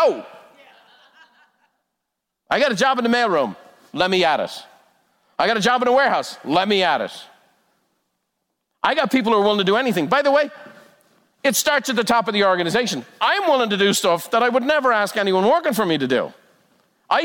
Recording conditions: live audience